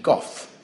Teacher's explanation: there was a prestigious pronunciation, goff, without the L